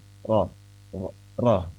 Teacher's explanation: nanti hukumnya adalah tebal atau tafkhim ra